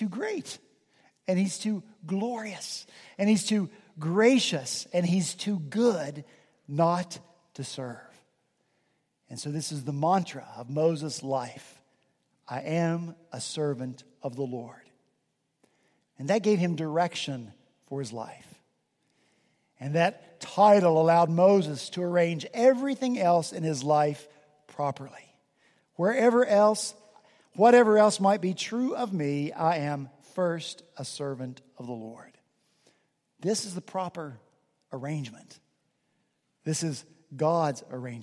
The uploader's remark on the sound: At Redeemer Presbyterian Church in Charleston, SC, our senior pastor preached from Deuteronomy 34:5-8.